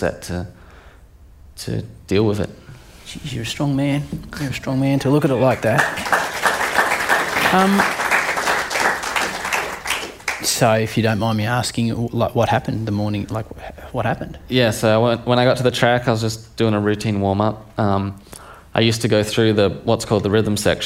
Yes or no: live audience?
yes